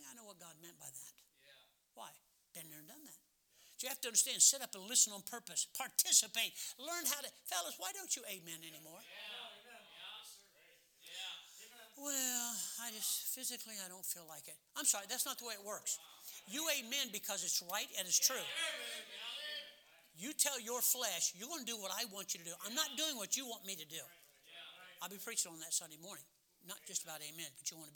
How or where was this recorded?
large echoing room